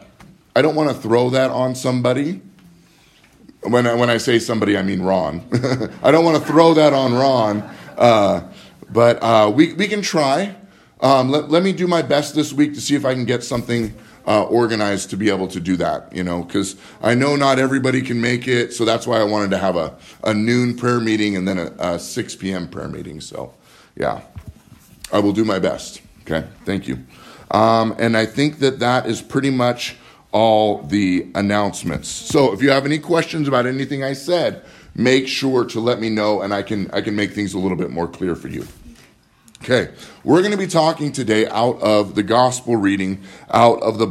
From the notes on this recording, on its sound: Live from Living Word Lutheran in Graham, Wa.